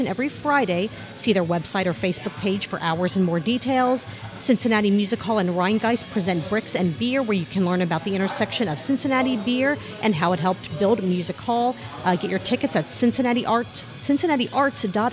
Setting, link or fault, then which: setting, busy venue